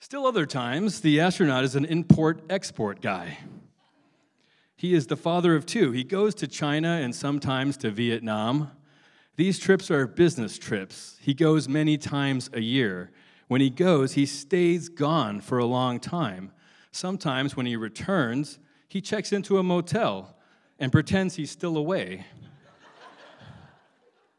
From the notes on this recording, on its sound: It is the 2017 Emerging Voices Final Reading, live from the Skirball Cultural Center.